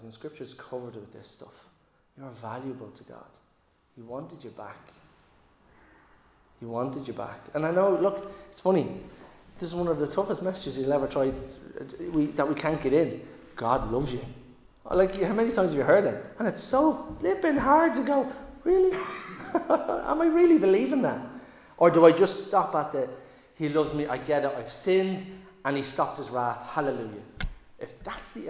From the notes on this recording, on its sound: Recorded live in Liberty Church